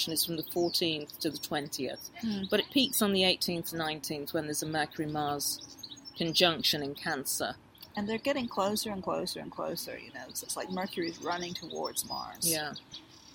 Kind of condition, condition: fault, sounds in the background